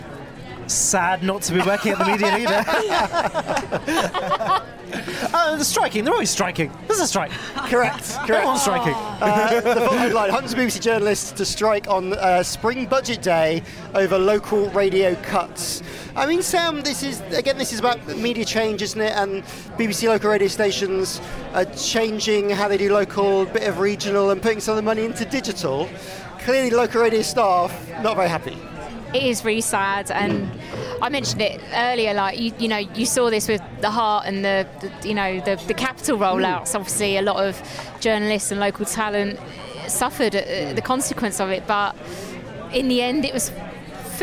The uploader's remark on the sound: This week we’re at the all-you-can-eat media buffet that is The Future Of Audio Europe. This week we’re at the all-you-can-eat media buffet that is The Future Of Audio Europe. Thanks to The Future Of Audio Europe, powered by The Media Leader, for being such gracious hosts.